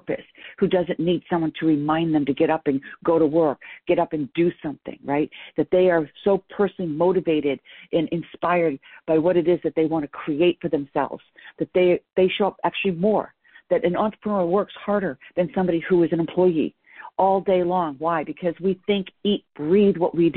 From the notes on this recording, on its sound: I am rebroadcasting a private team call